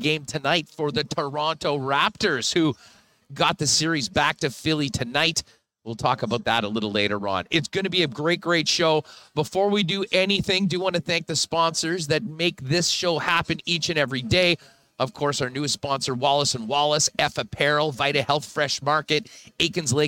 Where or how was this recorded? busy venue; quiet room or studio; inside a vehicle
busy venue